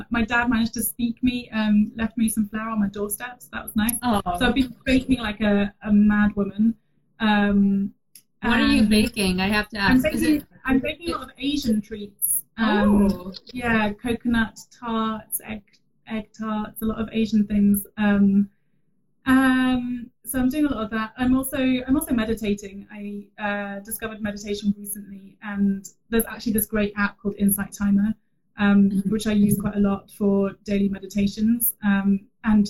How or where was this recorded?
video call